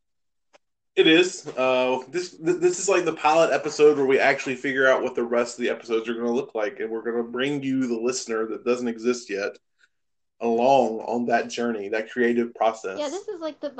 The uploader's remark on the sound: Sorry the audio is janky